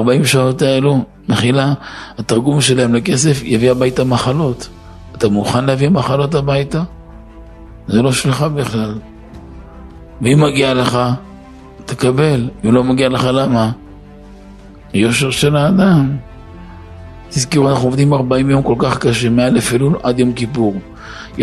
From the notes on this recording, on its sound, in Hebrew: השיעור הוקלט ביום שני, ד' באלול ה'תשפ"ג, שבוע פרשת כי תצא, בבית הכנסת "היכל נפתלי", רח' ברוריה 6 אשדוד.